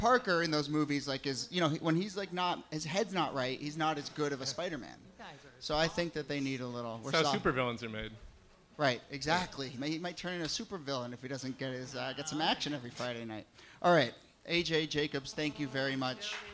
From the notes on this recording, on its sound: Ask Roulette is a conversation series in which strangers ask each other questions on stage. Our January birthday event at Housing Works Bookstore in New York City. Some audience members.